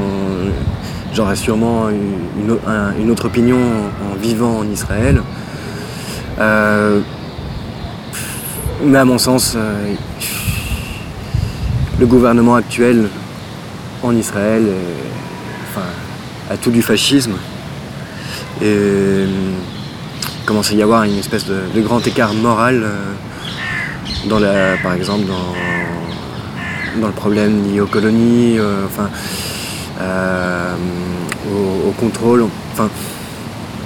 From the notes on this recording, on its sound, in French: Dans un parc de Bruxelles